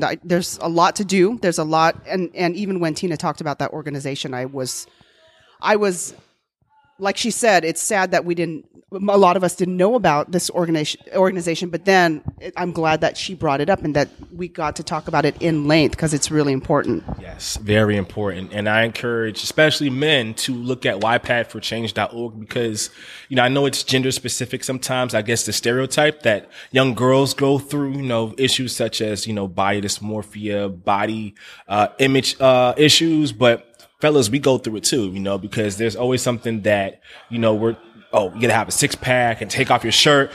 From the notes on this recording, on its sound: choreography workshop at Hollywood Dance Center in Los Angeles